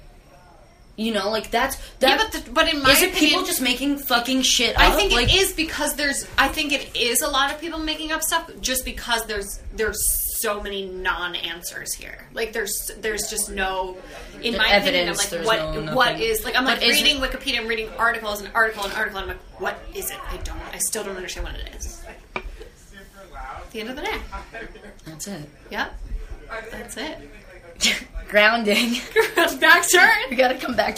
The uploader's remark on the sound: This was our first episode we ever recorded but got lost during the transfer of sights to host the podcast. The sound quality is so horrible, we're constantly getting interrupted by our friend group.